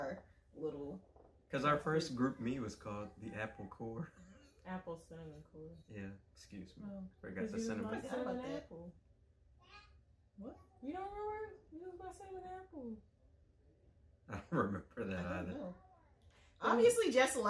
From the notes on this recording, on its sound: Please excuse some of the background sounds - it's our first go at it!